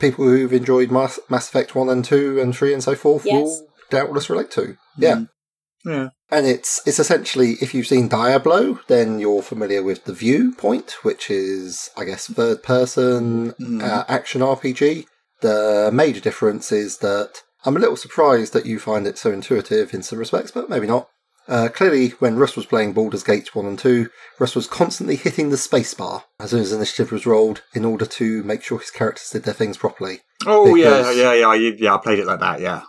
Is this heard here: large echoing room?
no